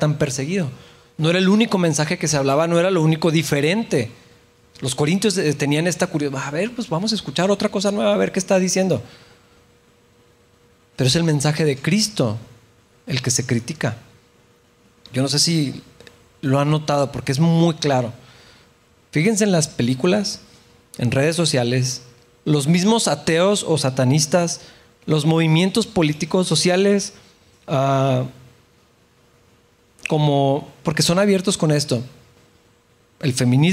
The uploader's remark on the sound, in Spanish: en la iglesia de Capilla Calvario Chihuahua